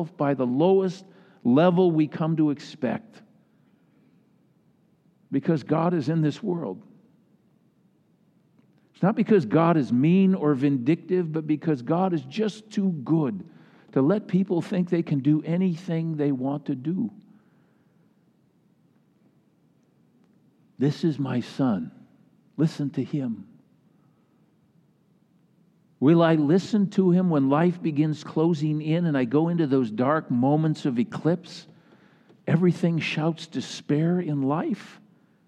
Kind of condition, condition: setting, large echoing room